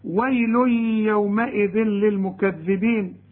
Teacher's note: وطلع لسانك في كل ذال